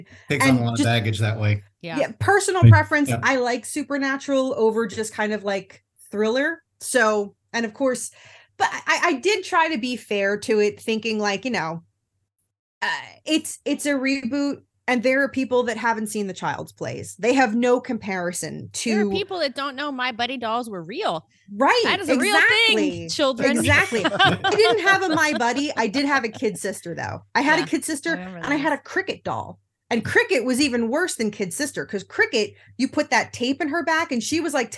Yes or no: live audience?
no